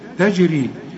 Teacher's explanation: الجيم اللي عليها السكون لازم تقلقل